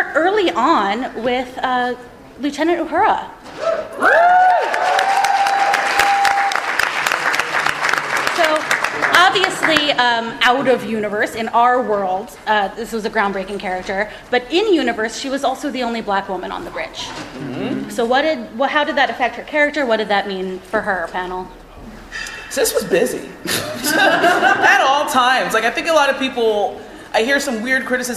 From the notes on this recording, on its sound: Recorded live at Star Trek Mission Chicago.